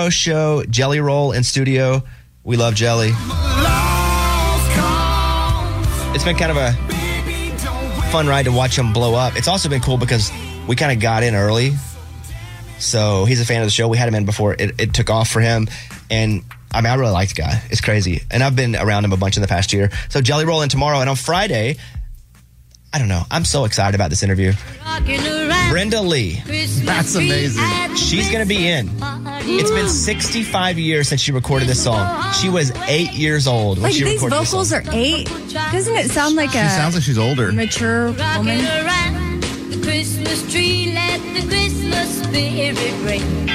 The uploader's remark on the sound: a former inmate called